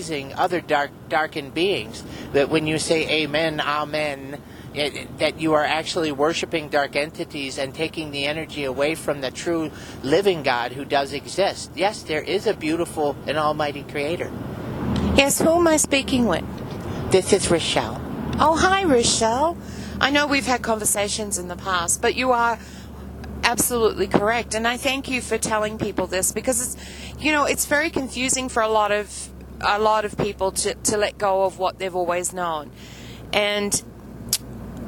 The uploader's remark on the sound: Car Conversations. Today we had another conversation with our spirit family in the car.